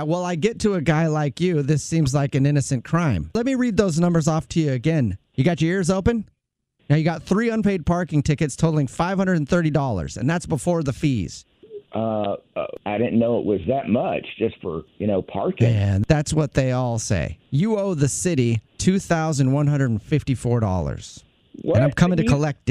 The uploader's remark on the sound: Phone Prank